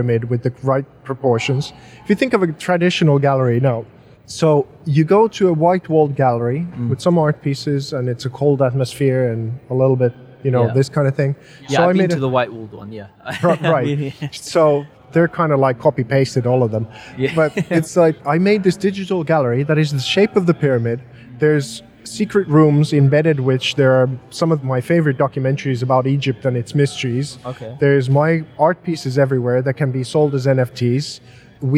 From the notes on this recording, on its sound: We're super excited to be recording this episode live at the Future Blockchain Summit which was part of Gitex 2020 in Dubai, one of the only in-person events that took place in this crazy 2020 year.